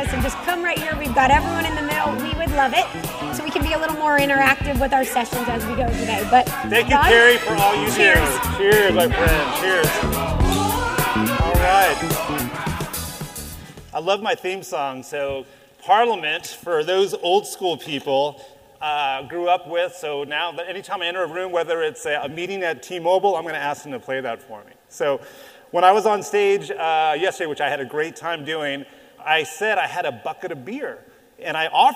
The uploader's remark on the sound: LIVE at Wireless West. In our first episode live with an audience. This episode was recorded in front of an audience at the Wireless West Conference in Las Vegas.